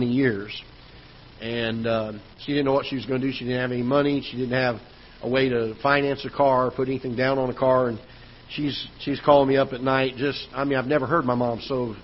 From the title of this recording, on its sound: Ketha Heights Baptist Church ~ Live Broadcast